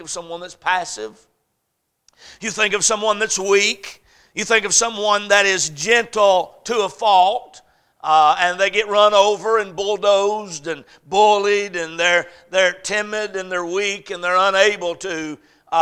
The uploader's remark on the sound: A message series preached at Crossroads Baptist Church